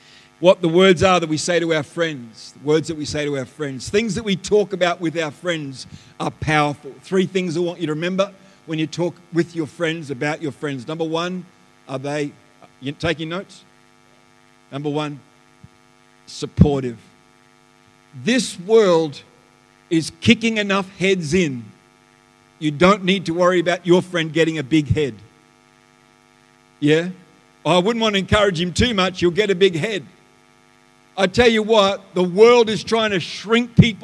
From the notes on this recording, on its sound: The live stream of Destiny Church Atherton